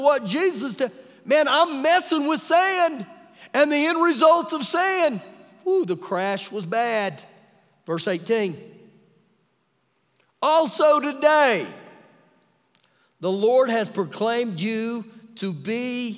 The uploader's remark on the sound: Recorded live during our Wednesday night service.